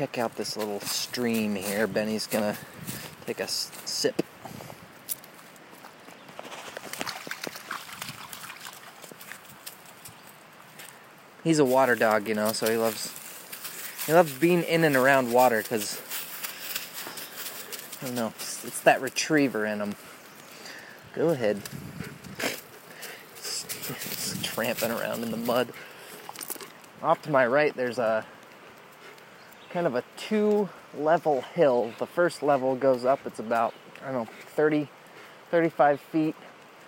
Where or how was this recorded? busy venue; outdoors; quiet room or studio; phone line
outdoors